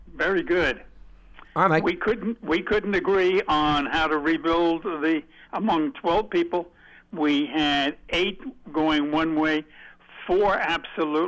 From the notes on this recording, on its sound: take calls from fans